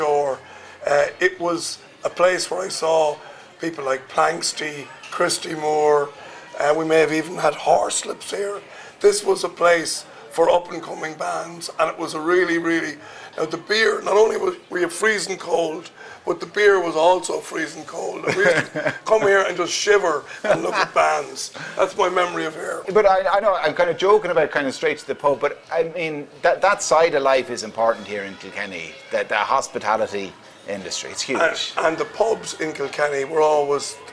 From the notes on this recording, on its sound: The Hard Shoulder is LIVE from the Hibernian Hotel in Kilkenny on All-Ireland weekend as part of Newstalk's Summer Tour.